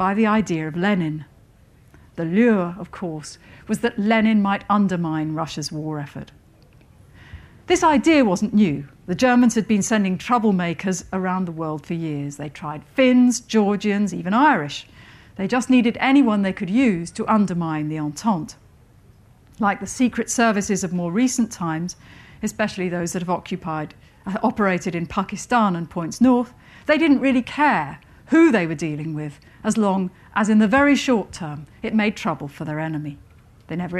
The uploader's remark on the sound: Recorded at Chalke Valley History Festival 2017.